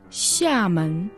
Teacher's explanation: А по фонетической транскрипции в китайском языке оно должно произноситься «сямэн». «Ся» произносится в четвертом тоне, а «мэн» во втором.